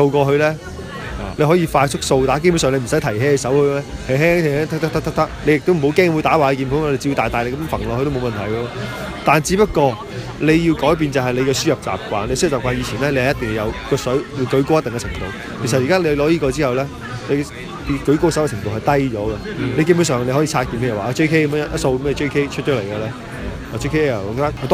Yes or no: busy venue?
yes